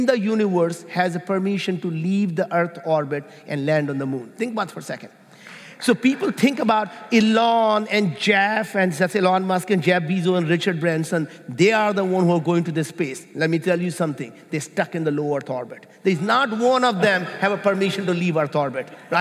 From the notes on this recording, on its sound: Live from the Bulletproof 360 conference